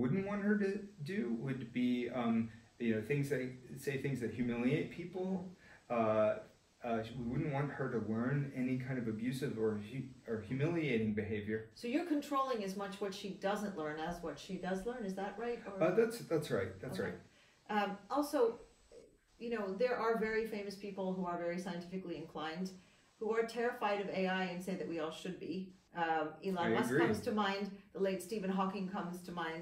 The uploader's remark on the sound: We apologise for the quality issues with this audio. This conversation at Stanford University in April 2019.